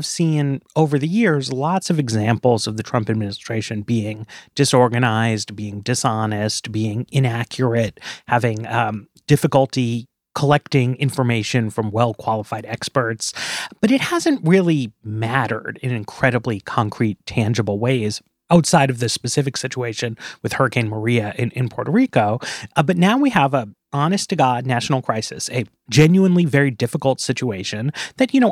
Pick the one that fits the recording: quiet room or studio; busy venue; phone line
quiet room or studio